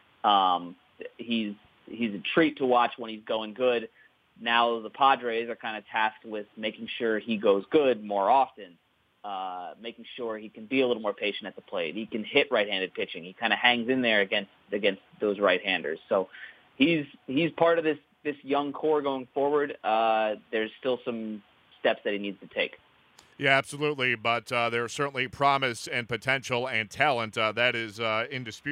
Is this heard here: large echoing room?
no